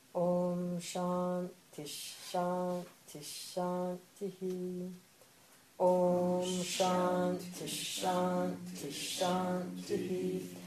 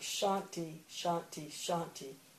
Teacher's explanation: That's called a Visarga, and it aspirates the final vowel · Shown in: first take · so you would go, but then there's a Sandhi rule, so that Visarga is going to take the sh sound of the following letter.